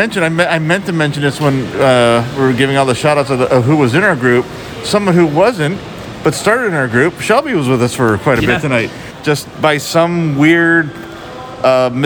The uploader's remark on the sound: Record their walk throughs. HHN30 Opening Night Instant Reaction!